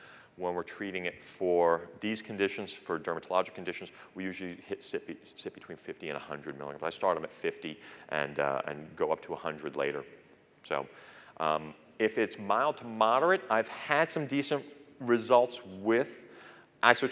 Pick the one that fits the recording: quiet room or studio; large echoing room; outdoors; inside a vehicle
large echoing room